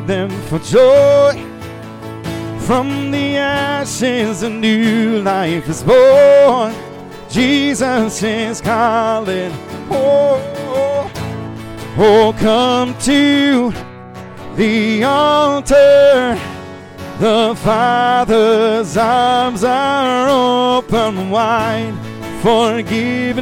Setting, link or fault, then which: setting, large echoing room